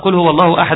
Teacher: خد بالك القاف احذر ان تخرج كاف